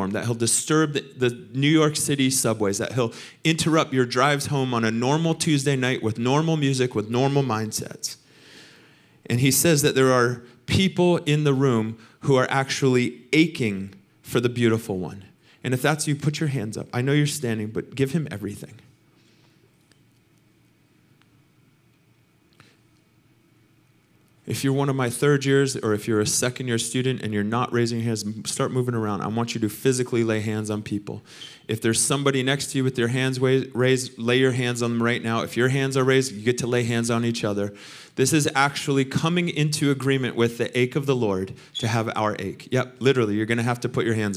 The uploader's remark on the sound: Recorded sunday evening service at Reunion Hawaii